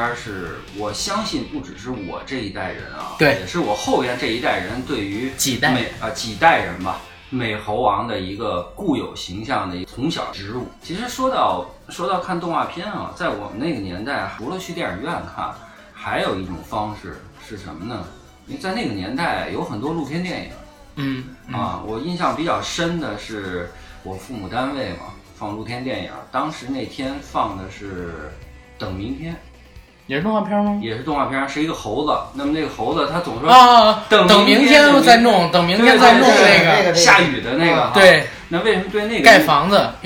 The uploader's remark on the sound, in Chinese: 本期因录制设备出现问题，主播三人是使用录音笔进行录制，因为只有一条音轨，无法充分剪辑，望请见谅。